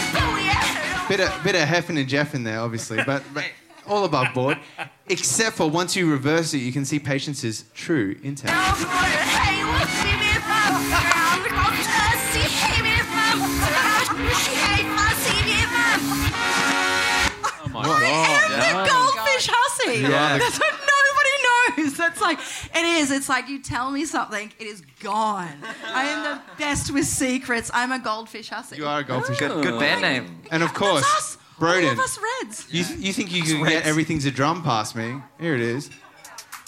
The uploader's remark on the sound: Recorded at The Corner on our May Tour!